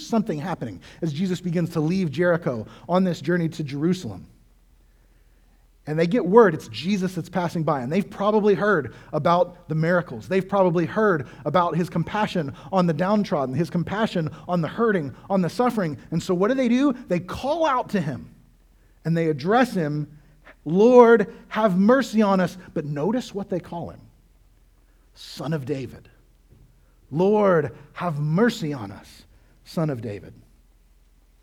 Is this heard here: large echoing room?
yes